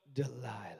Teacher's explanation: You got to have that breathy tone.